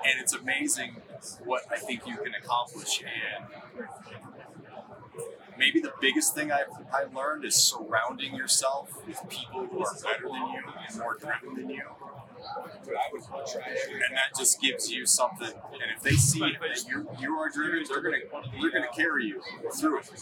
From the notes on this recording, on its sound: It was so good to be back at the Western Hunting and Conservation Expo in Salt Lake, recording live eps. From the Initial Ascent booth!